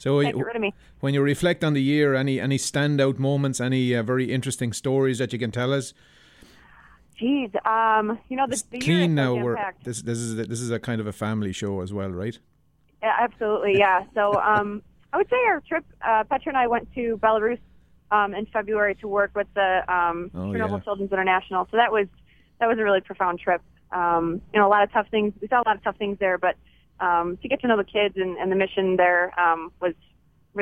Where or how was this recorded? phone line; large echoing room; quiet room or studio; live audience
phone line